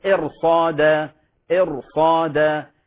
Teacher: وإذا كانت الراء ساكنة قبلها كسر عارض يعني همزة وصل فإنها تفخم